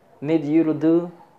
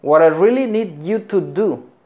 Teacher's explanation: como que casi no suena el to · Shown in: first take